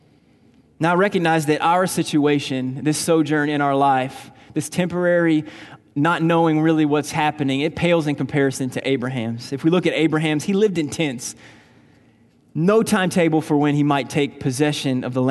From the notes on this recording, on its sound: Recorded on May 19, 2019 at Graceland Baptist Church in New Albany, Indiana.